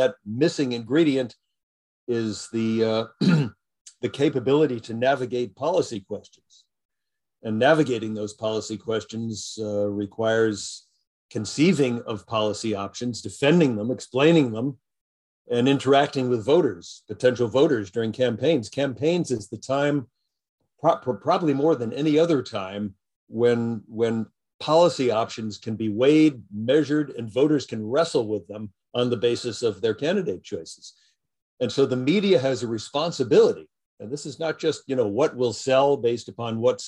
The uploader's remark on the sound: Jumped on a Zoom.